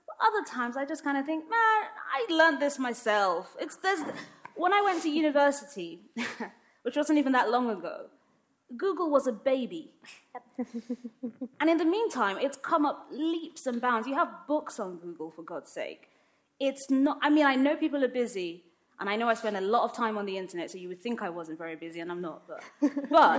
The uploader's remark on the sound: Came together at Conway Hall in London. The debate and the audience question session is here in full.